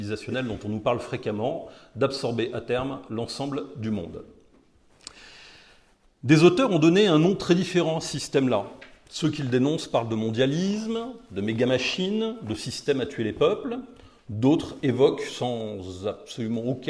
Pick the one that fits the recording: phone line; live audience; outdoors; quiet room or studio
live audience